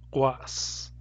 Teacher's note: So notice that the glottal stop in guas is before the s.